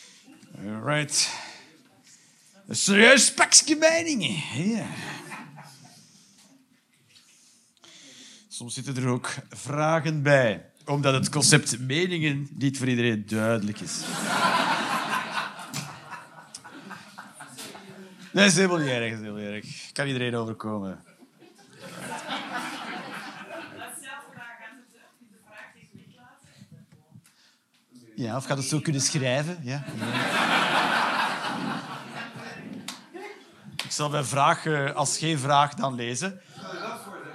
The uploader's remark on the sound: Live 8 November 2023, foyer Arenbergschouwburg, Antwerpen.